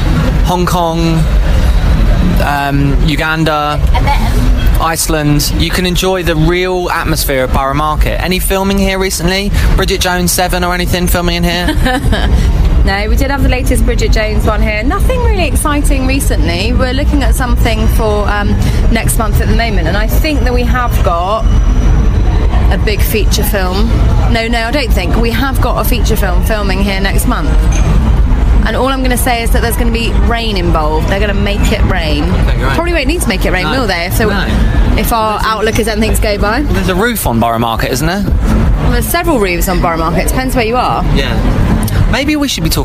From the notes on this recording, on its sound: Live from the bustling London food hub of Borough Market. In the park. We witness the return of the phone in..